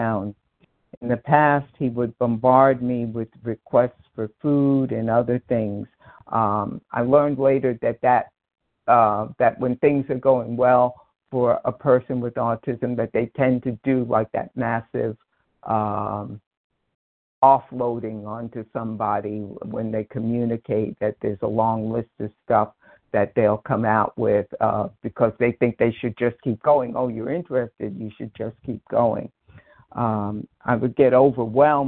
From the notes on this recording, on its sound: 100 Pounders Phone Meeting, 8/21/23